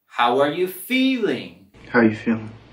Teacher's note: vamos a subir la entonación en la primera sílaba de feeling